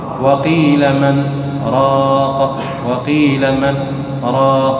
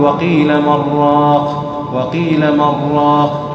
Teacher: تسكن النون ثم تفتح الراء سكتة بسيطة يسيرة جدا · Shown in: first take